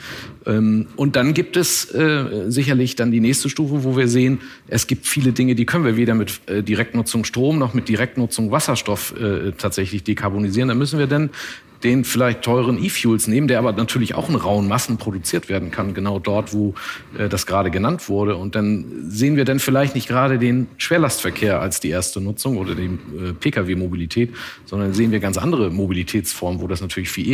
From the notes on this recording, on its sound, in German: Diesmal live vom Handelsblatt Wasserstoffgipfel in Salzgitter.